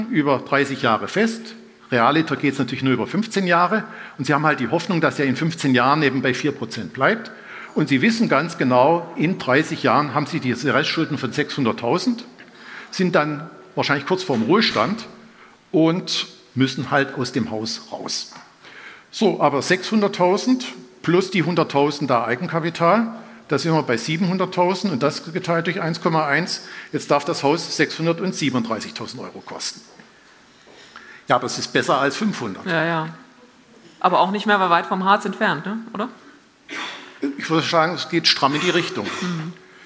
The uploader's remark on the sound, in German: live vom F.A.Z.-Kongress